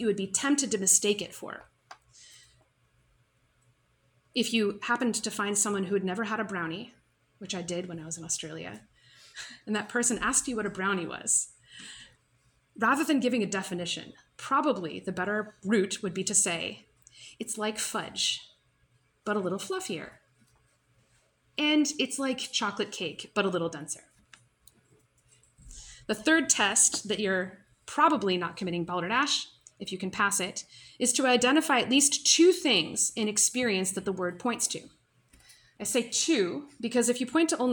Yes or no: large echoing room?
yes